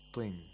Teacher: We don't give too much tafkhim whenever a ta has a kasra.